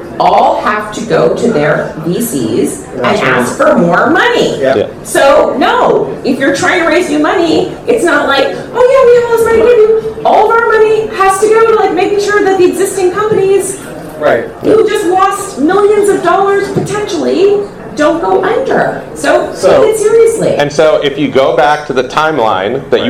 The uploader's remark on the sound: a VC panel discussion from the Established Lounge at SXSW 2023 in Austin